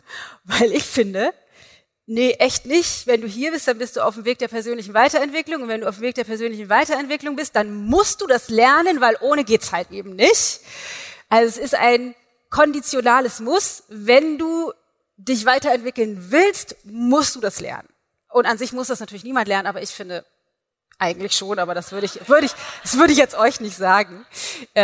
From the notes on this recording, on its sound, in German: Live-Aufnahme vom Into Being Event. Einen Live-Mitschnitt vom Into Being Event vom letzten Wochenende! Dort habe ich den knapp 200 Teilnehmern am Anfang die 3 Schlüssel (oder Säulen) meiner Into Being Coaching-Methode erklärt.